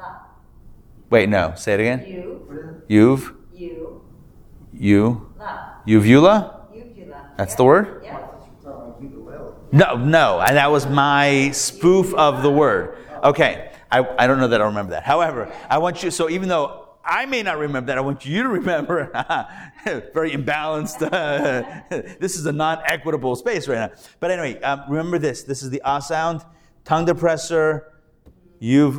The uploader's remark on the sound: Recorded Live at The Torah Center ATL on Thursday, August 24, 2023